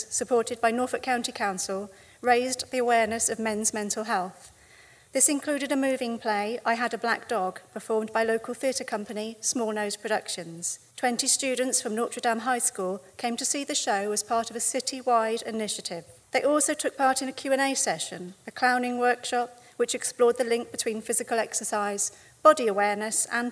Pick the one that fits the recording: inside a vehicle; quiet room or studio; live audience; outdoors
live audience